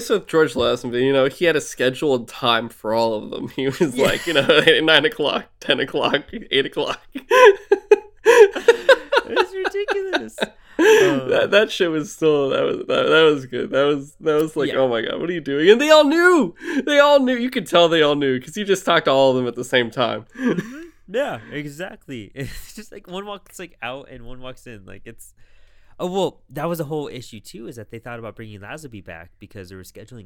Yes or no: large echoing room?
no